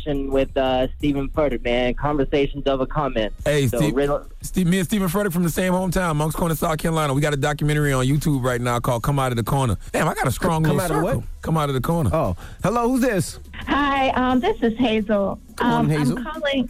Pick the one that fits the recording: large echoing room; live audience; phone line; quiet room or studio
phone line